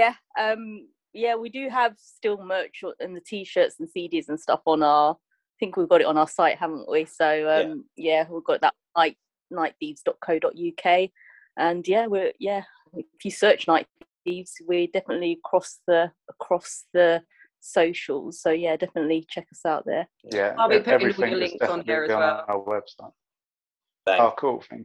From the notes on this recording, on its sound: I sat down over Zoom.